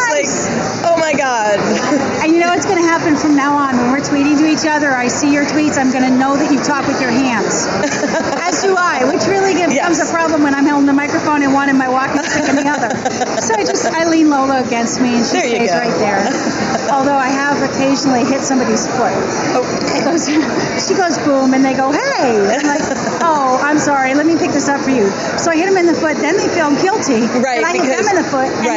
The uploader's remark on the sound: on location at Real Time Marketing Labs 2013